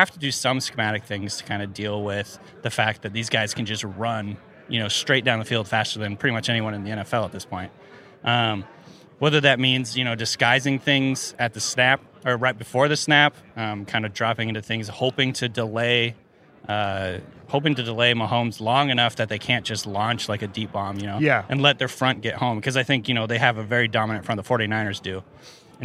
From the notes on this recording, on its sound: The NFL Show Live From Miami. We’re live at radio row in Miami.